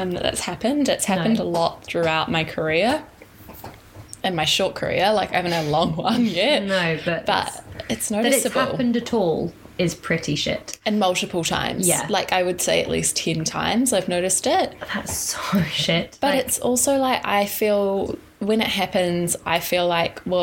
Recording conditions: sounds in the background